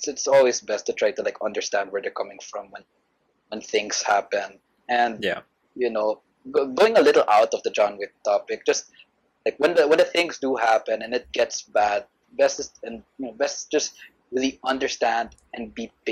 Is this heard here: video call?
yes